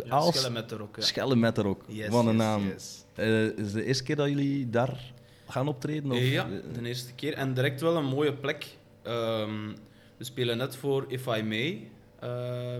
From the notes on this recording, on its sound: This episode was again recorded at Cultuurcafé Foyer in Zottegem.